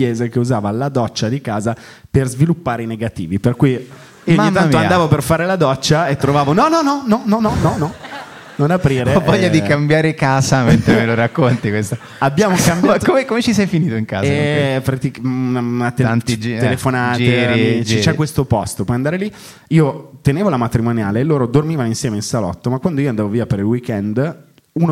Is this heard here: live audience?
yes